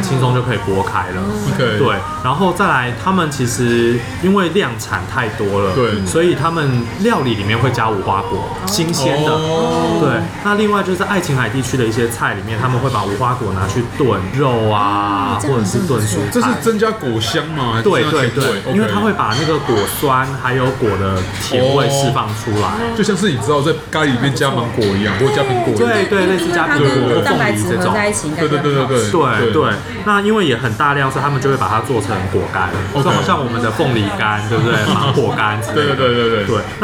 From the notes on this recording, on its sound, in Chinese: 本集白噪音指數：柔風級 3/5。錄音地點： 伊茲密爾土耳其廚房 Izmir Turk Kitchen。